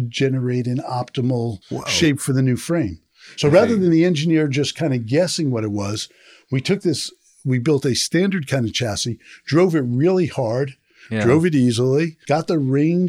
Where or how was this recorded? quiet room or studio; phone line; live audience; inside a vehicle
quiet room or studio